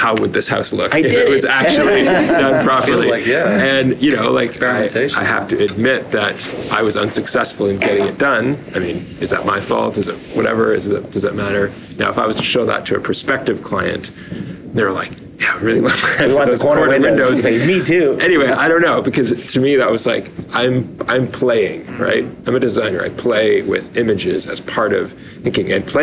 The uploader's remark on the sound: IDS19 Panel Talk. In January 2019, I participated in a panel at the Interior Design Show (IDS) in Toronto. This recording was our conversation.